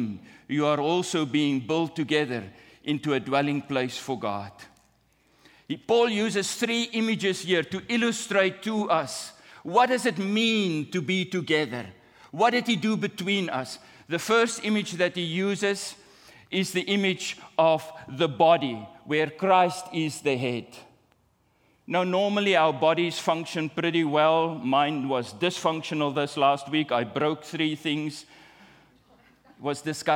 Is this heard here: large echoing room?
yes